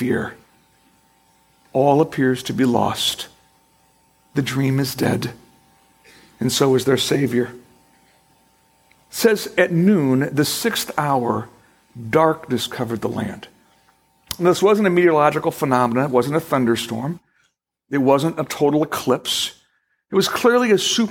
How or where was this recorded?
large echoing room